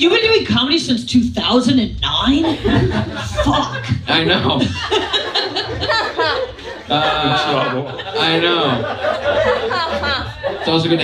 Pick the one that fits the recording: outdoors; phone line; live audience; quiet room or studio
live audience